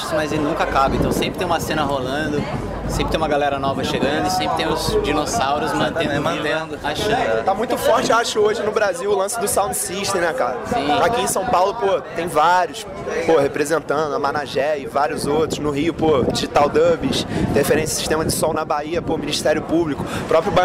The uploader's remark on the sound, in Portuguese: Pela primeira vez em três datas aqui no Brasil, o Lollapalooza foi uma verdadeira maratona para público, artistas, jornalistas e outros profissionais ligados à música nesse fim de março. O podcast ficou nos bastidores, visitando os camarins de alguns artistas brasileiros e internacionais.